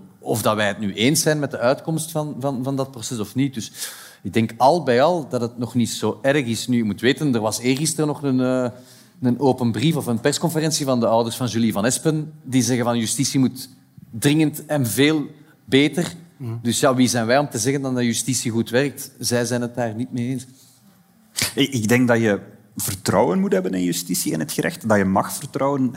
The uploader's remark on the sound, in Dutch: LIVE vanop het Podcastfestival